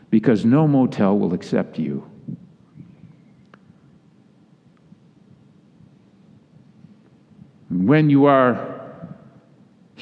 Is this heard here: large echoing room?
yes